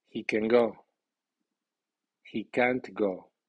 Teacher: el perfil de la aseveración es dos, tres, uno.